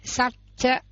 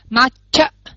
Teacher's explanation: có cái chữ hơ đó, cái hơi mình bật ra mạnh hơn · Shown in: second take